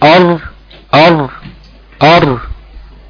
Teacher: في الراء طرف اللسان لافت لورا، تمام، او مايل قليل الى ظهر اللسان، وان ظهر اللسان ده جزء من اللسان اللي يلي طرف اللسان على طول، تمام.